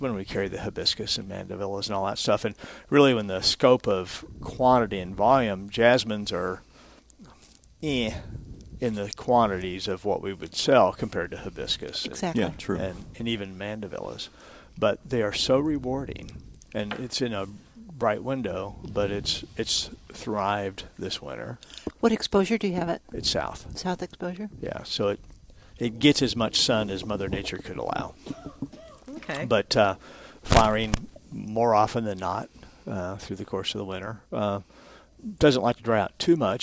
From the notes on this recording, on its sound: Plant Experts Live at Prairie Gardens